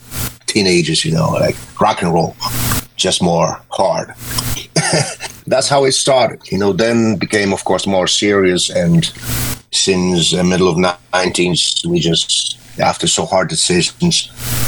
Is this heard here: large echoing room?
no